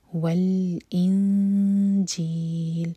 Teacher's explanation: وانزل التوراۃ، تو مدلین را ہیوی اور را مد طبعی، والانجیل، یہاں پہ امٹی نون کے بعد ہے جیم، تو جیم کے لیے اخفا، نون کی آواز کو چھپائیں گے اور جیم کے لیے زبان تیار کریں گے